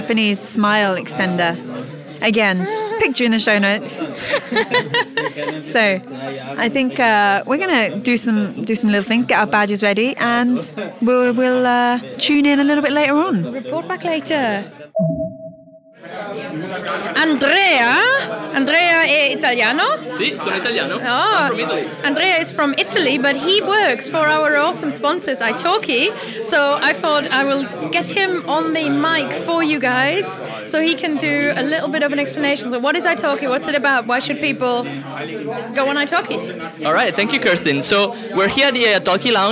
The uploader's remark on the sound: Live from the Polyglot Gathering in Berlin. There are opportunities to listen in to the fabulous language introductions. I also brought my microphone to several new people. Languages heard on this show: German, Esperanto, Spanish, French, Indonesian, Greek, English.